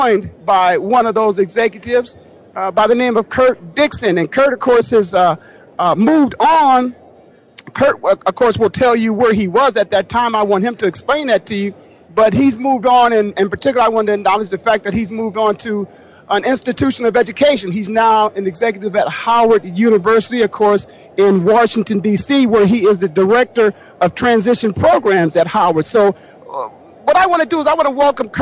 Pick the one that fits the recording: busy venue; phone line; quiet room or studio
busy venue